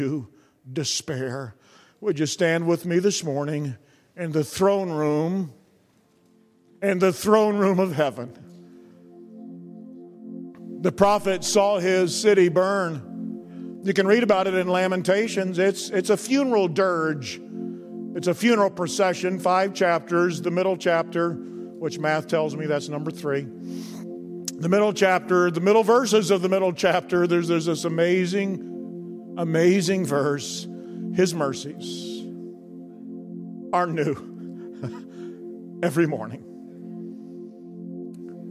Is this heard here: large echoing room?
yes